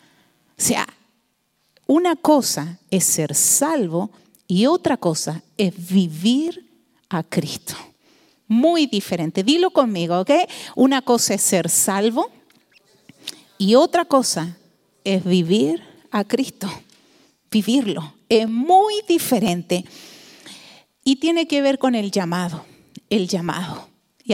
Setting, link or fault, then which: setting, large echoing room